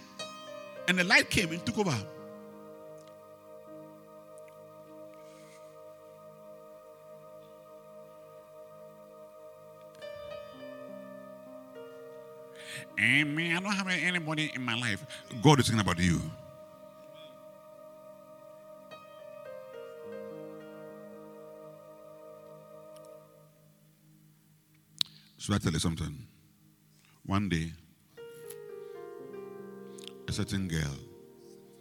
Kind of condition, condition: setting, large echoing room